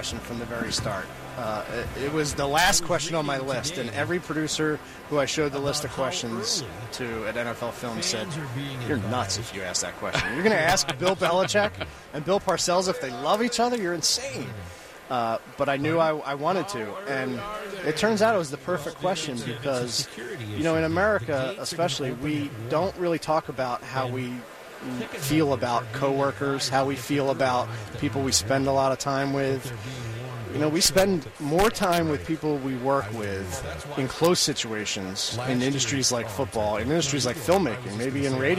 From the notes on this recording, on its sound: live from Radio Row